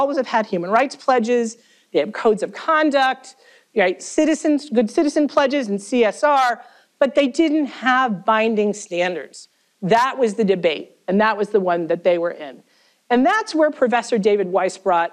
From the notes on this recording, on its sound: This event was the keynote lecture for the Minnesota Law’s Human Rights Center Day.